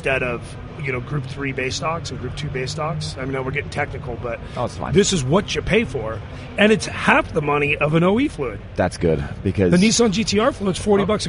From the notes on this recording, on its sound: SEMA 2016. Live from the SEMA show floor.